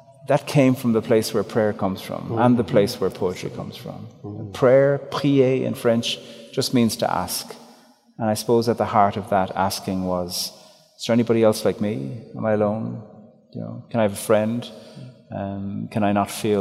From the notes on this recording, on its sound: Live at the cathedral. In St John's Cathedral for a live recording of this conversation.